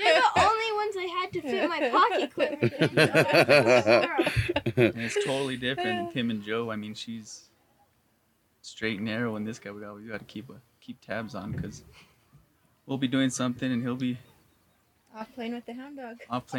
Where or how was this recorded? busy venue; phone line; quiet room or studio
busy venue